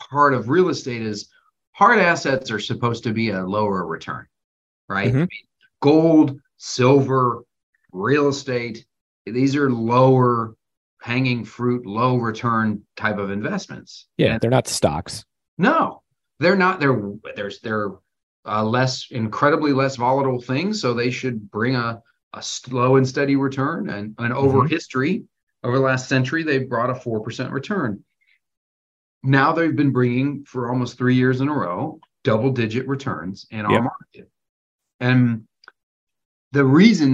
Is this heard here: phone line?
no